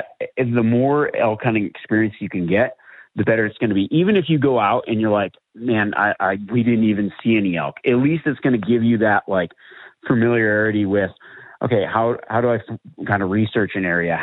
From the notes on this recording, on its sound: Live Wild Call-In Q&A. Takes calls from listeners and answers questions.